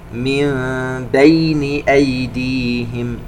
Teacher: نون ساكنة وبعدها حرف الباء إقلاب ويترتب عليه حكم الإخفاء الشفوي